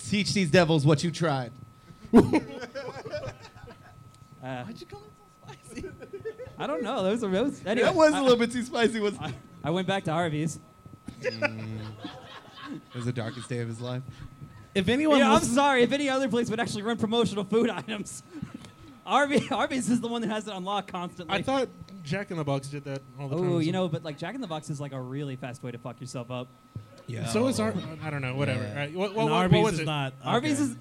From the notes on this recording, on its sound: live from 10 Sports Bar and Grill